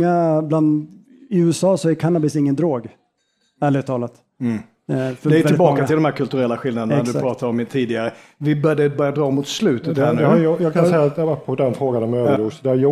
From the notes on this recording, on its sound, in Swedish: Panelsamtalet spelades in på Grand i Malmö den 30 november 2022.